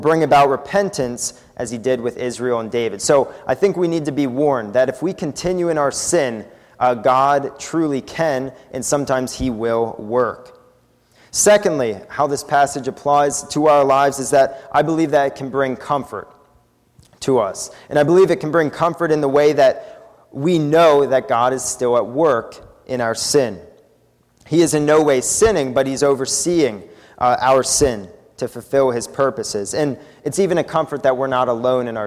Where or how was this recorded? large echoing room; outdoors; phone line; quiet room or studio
large echoing room